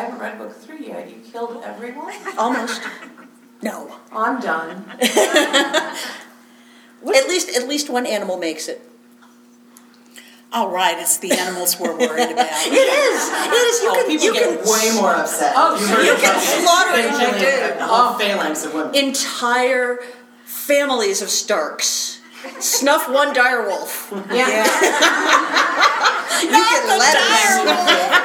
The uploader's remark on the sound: This episode is LIVE FROM PHOENIX COMICON